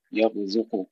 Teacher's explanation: ننتبه إلى ترقيق الزاي بين الراء والقاف المفخمين